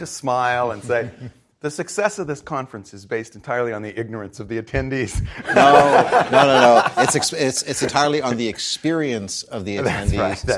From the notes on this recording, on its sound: In front of a live audience at CppCon itself.